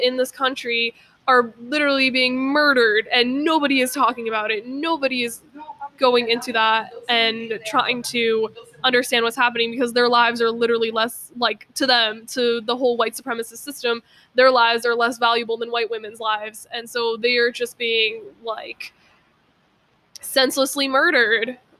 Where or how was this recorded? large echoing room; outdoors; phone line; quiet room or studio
outdoors